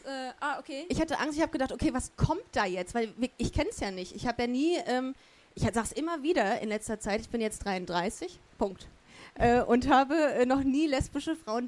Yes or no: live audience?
yes